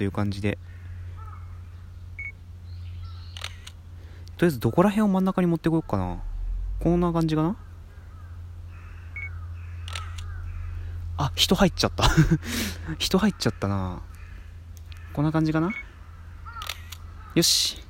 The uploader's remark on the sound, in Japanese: おさんぽしよ。＠とある公園